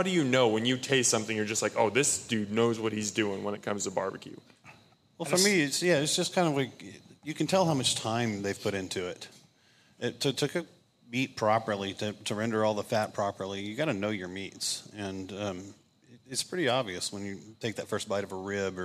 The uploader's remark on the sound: LIVE BBQ Bash